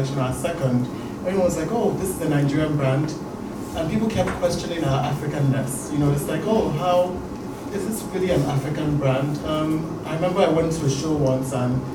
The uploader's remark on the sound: audio from The Folklore's sold-out New York Fashion Week panel discussion hosted last month at the Museum of Contemporary Diasporan Arts in Brooklyn, New York.